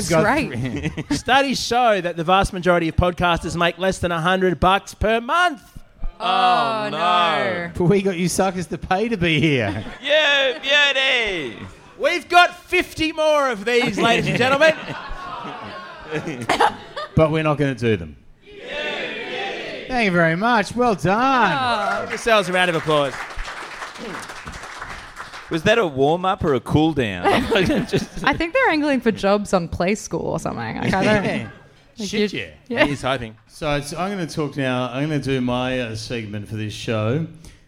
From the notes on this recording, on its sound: To a live audience! Chaser Live From The Pub.